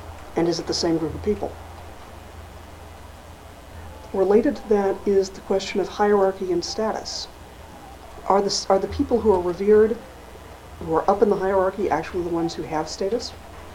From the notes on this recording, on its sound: An excerpt from the lecture. At Odyssey in the summer of 2003.